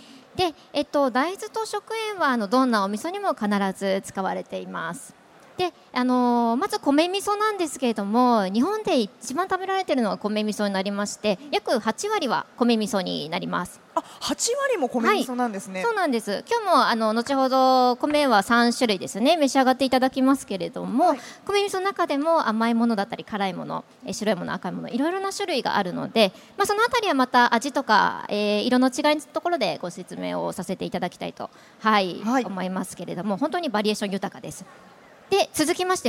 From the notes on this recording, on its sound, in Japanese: CRAFT SAKE WEEK 2023 at ROPPONGI HILLSにて公開収録。